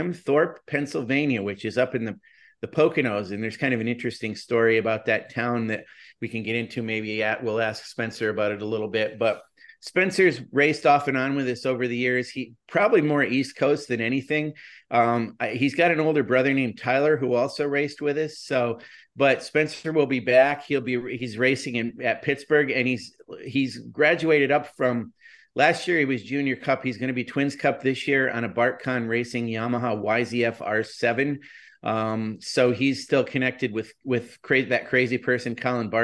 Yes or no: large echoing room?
no